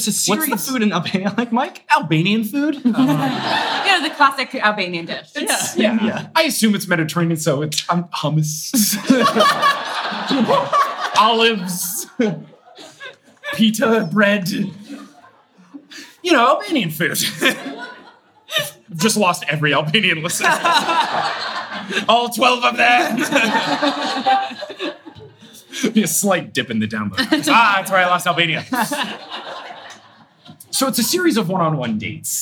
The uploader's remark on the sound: Live from Los Angeles